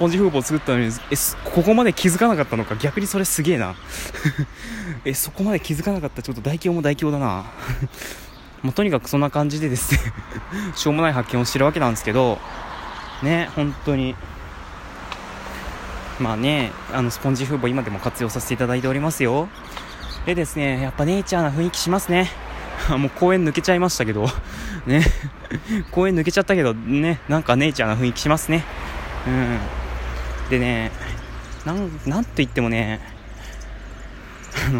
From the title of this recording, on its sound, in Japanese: おさんぽしよ。＠とある公園